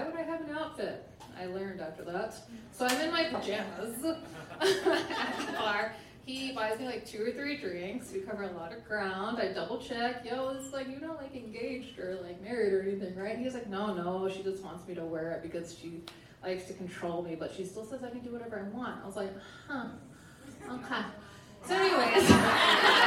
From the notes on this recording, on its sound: A selection of stories told on stage in 2022. Goes south is a live storytelling event out of Charlotte, NC. This podcast combines audio recordings from these live events. Goes south live events take place on the 3rd Tuesday of the month at Petra's in Historic Plaza-Midwood, Charlotte, NC.